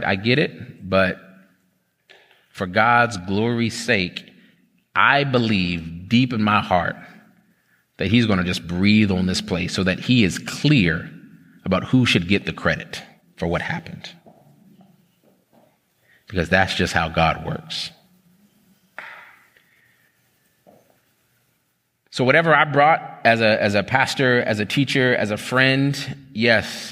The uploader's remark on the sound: This is an excerpt from a TownHall Q&A.